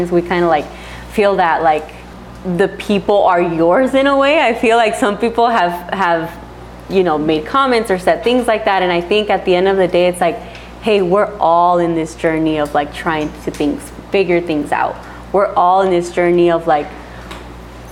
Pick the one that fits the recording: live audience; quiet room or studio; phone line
live audience